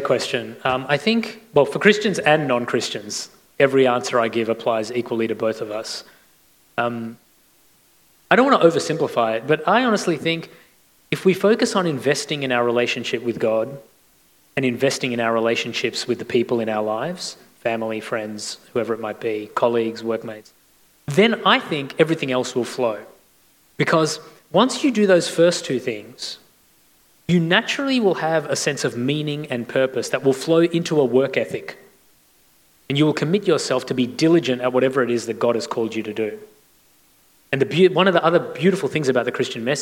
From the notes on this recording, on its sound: This recording was taken from a Q&A session at Chapel of the Holy Spirit's Fireplace event in February 2022, Singapore.